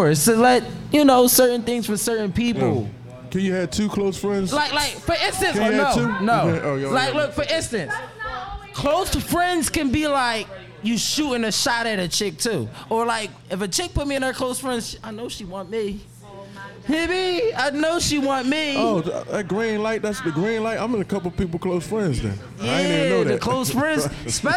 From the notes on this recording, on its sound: Live from Krush Lounge in Philadelphia PA!